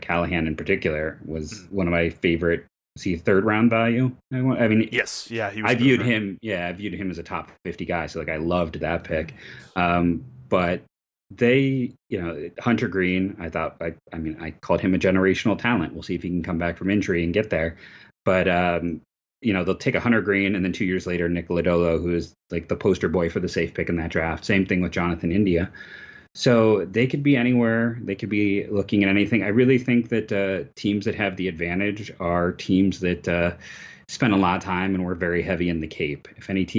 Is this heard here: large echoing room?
no